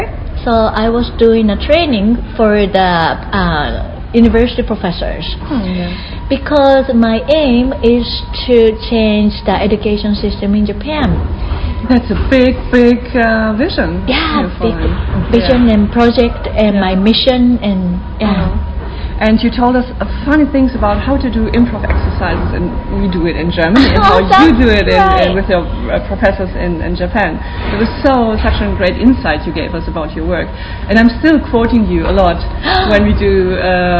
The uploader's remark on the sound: Live von der AIN Conference 2018 in Paris. Recorded live at the 2018 AIN Conference in Paris.